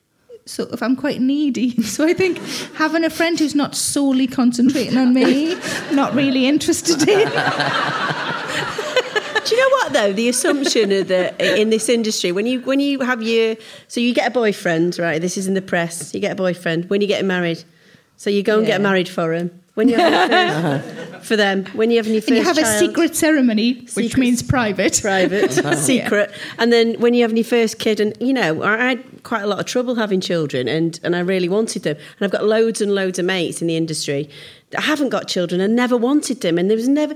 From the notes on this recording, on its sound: Recorded at Leamington Spa Comedy Festival, October 2017.